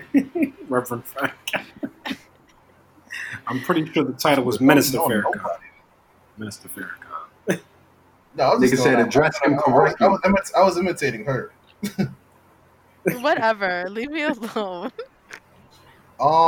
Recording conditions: poor sound quality